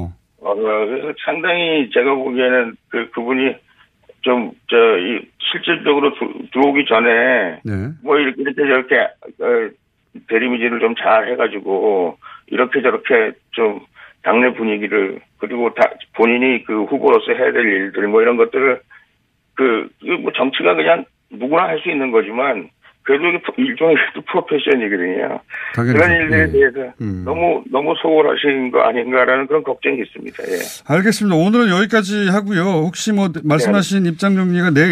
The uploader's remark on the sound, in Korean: 전화연결